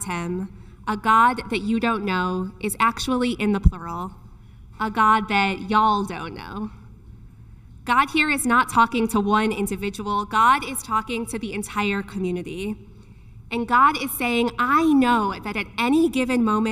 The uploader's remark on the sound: delivered on August 27th, 2022 at Shabbat morning services at Temple of Aaron